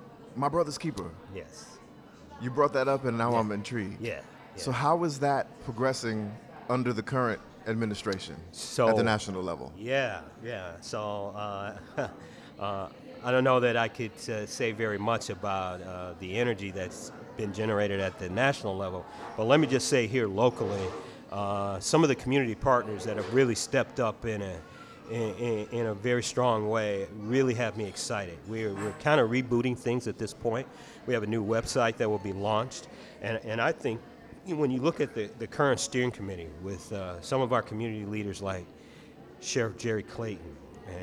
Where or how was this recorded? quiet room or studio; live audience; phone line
live audience